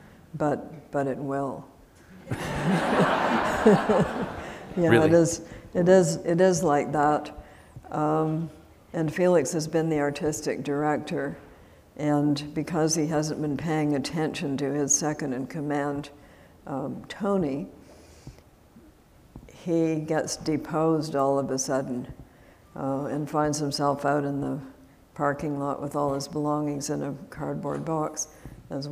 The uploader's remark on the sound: This event was recorded at the Traverse City Opera House in October 2016.